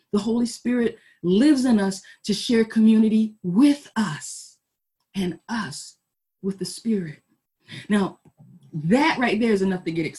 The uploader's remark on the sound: Our Zoom streamed service